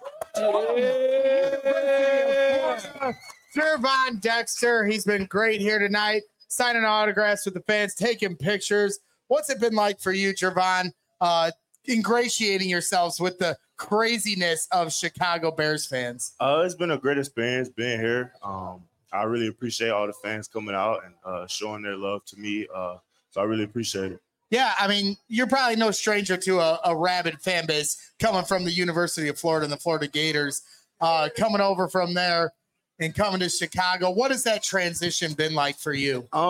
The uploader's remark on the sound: LIVE from Wings and Rings